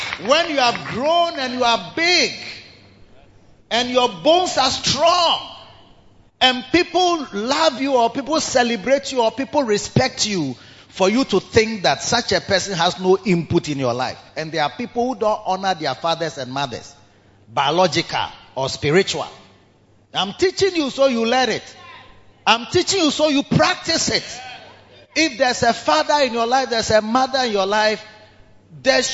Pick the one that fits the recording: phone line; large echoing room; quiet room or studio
large echoing room